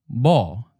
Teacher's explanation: In the word for female, 杂波, the second syllable, bo, begins with b, the Taiwanese voiced b